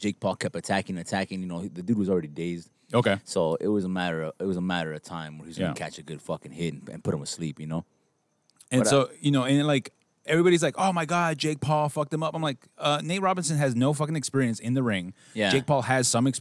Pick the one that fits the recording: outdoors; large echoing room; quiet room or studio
outdoors